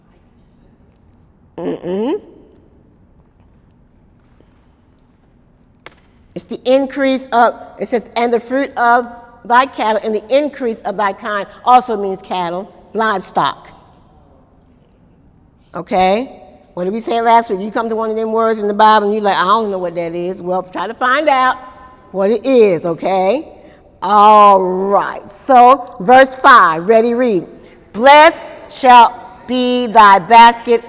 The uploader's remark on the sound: During Wednesday night service.